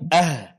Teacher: Ta marbuto ganti menjadi berbunyi H sukun.